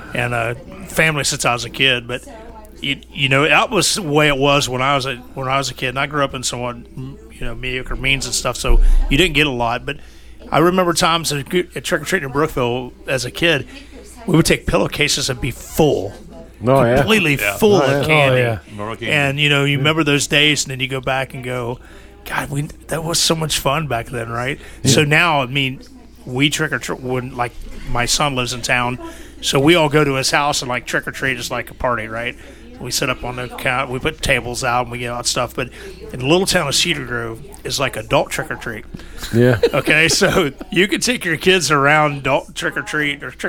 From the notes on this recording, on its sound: Recorded with a Live Audience at “The Rusted Nail Speakeasy”!